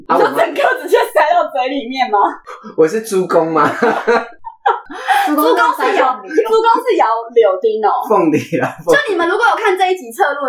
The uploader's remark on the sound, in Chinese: 本集音質不好。